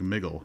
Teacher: G had a way of pushing out the D, causing words like middle to sound like miggle